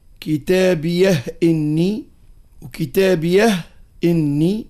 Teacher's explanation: هنا كلام حلو، معناتها كتابيه إني وكتابيه إني سكت دون تنفس ولا وصل، معناتها دون تنفس. فسكنوا الهاء وحققوا الهمزة بعدها على مراد القطع والاستئناف